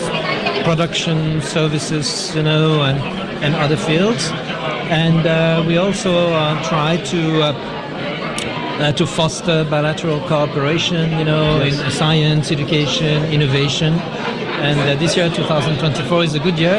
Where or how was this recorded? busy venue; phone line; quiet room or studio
busy venue